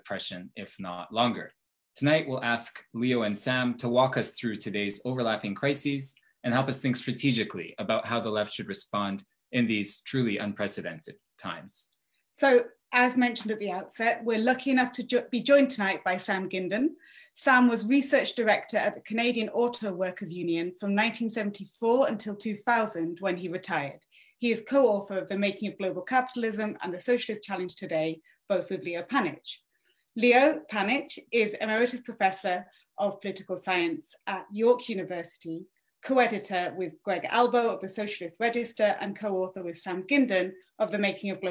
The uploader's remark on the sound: Recording of TWT & Verso's webinar